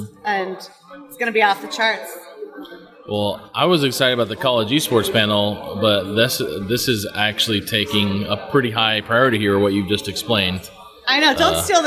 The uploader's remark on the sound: Live From EsportsNext